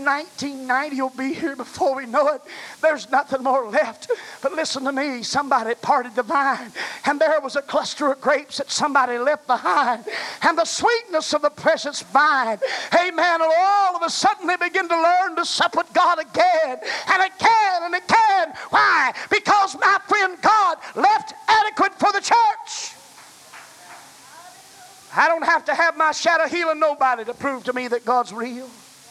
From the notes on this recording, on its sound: was preached at First Apostolic Church in North Vernon, Indiana, November of 1989.